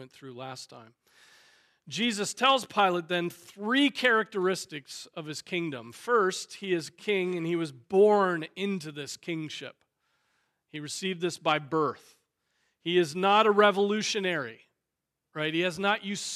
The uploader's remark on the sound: Preached on July 2, 2023 at Trinity Presbyterian Church ( Evangel Presbytery ) in Spartanburg, SC.